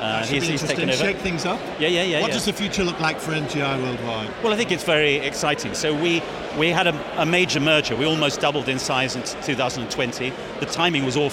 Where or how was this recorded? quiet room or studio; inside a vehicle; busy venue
busy venue